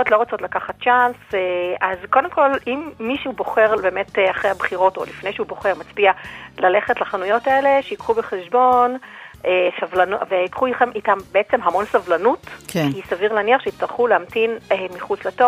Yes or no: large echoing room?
no